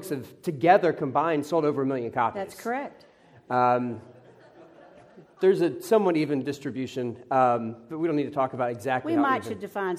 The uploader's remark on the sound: Live from Pepperdine